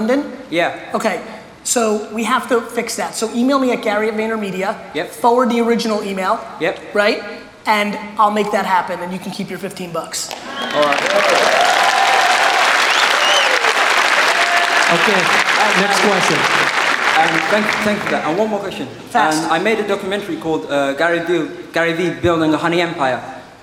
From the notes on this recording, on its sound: A Keynote: Haste And Hustle Toronto 2018.